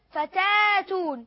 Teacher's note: الثانية قلنا فتأتون في الوسط ولذلك أن الإمام خلف عن حمزة عند الوقف يبدل الهمزة ألف